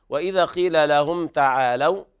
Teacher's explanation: إظهار شفهي لوقوع التاء بعد الميم الساكنة